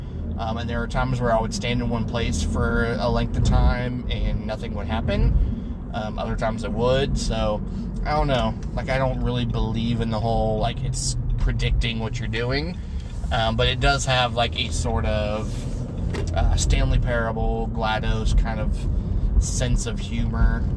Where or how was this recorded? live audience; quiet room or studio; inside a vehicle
inside a vehicle